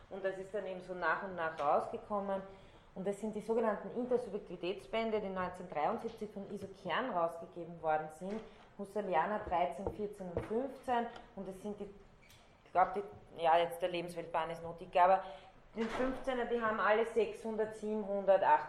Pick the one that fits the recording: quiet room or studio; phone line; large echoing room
large echoing room